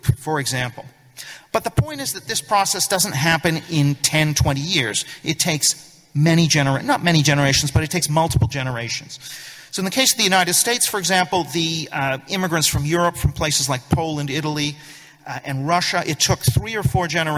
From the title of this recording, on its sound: Speech at New Culture Forum Conference